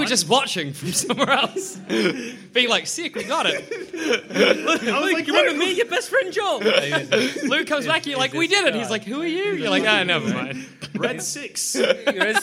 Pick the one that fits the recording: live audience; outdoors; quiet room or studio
live audience